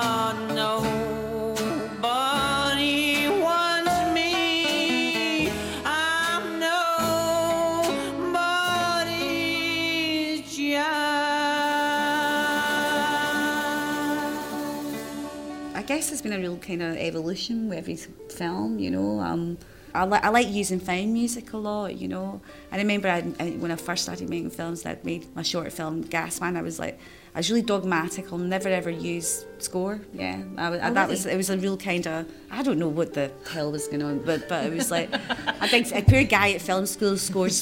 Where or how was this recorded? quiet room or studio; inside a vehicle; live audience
live audience